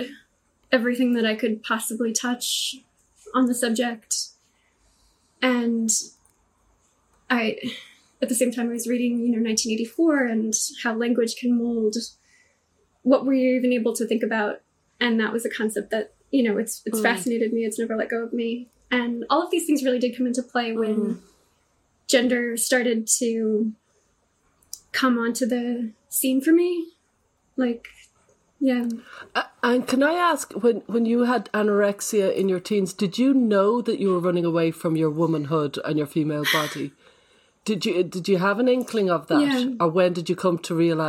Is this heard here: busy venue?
no